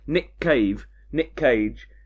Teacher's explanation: There's a glottal stop before the C.